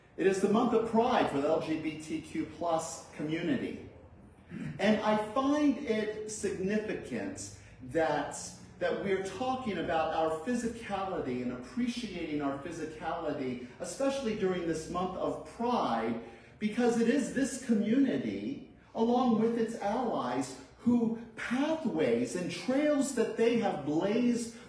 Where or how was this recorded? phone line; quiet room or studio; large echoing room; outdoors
large echoing room